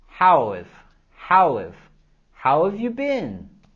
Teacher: en la palabra have, podemos quitar la H y solamente decir how have you been?